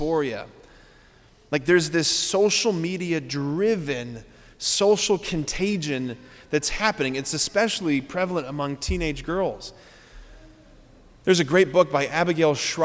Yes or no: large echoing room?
yes